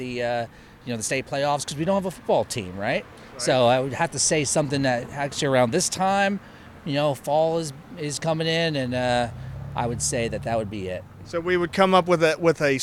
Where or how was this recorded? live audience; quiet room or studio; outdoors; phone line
outdoors